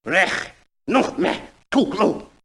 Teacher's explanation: So it's kind of chunky. And a lot of velar and uvular fricatives, meaning the stuff in the back of the throat that's noisy.